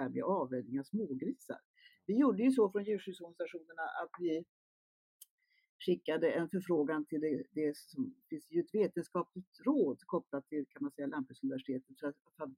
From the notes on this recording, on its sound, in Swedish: Tyvärr hade vi ett problem med ljudinspelningen i detta avsnitt.